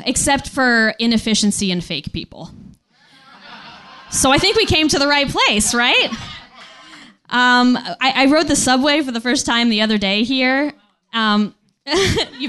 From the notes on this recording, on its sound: Recorded live at the Nerdmelt Showroom.